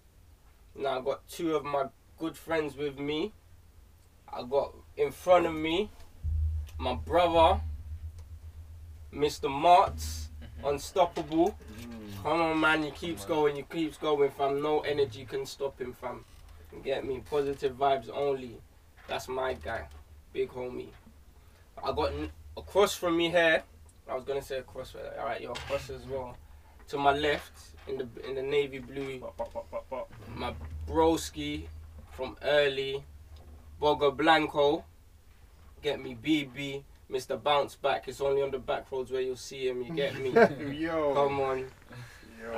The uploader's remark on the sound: Apologies about the audio, next episode we'll be back and better